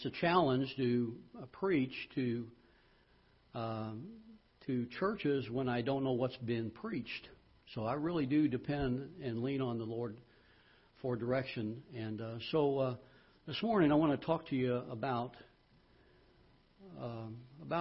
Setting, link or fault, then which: setting, large echoing room